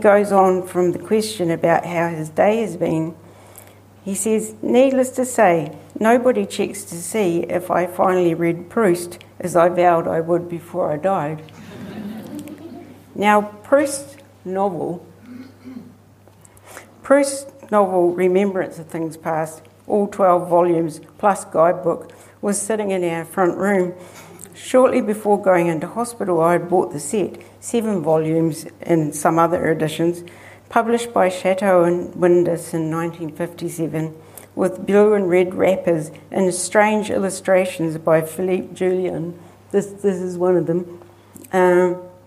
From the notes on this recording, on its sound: At the 2021 Marlborough Book Festival